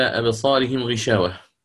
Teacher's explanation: أبصارهم هذه الراء متطرفة، لأن قلنا الضمير ما يعتد به، الراء متطرفة وقبلها ألف، فهذه يوقف يعني الذي يريده هو الإمالة، نعم، فتمال الألف وفتحة الصاد تبعا لها من قبلها، إمالة كبرى